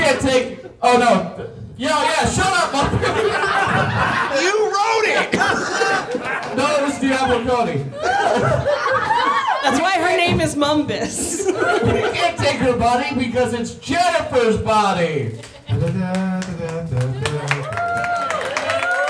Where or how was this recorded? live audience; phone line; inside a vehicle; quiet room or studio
live audience